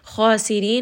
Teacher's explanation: kha is heavy, ra in this case is going to be light.